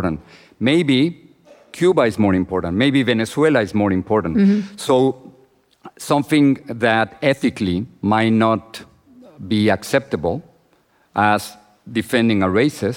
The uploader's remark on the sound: This interview was recorded in front of a live audience at the Knight Media Forum in Miami, Florida.